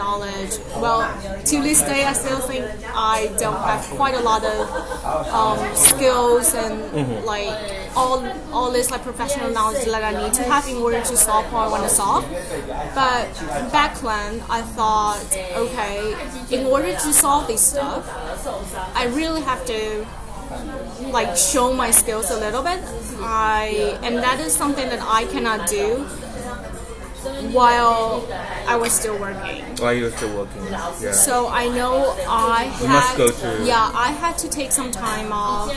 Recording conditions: busy venue